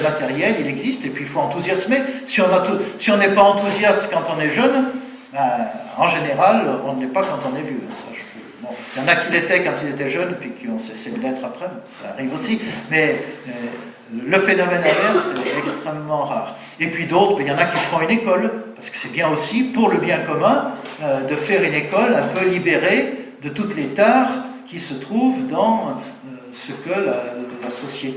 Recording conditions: live audience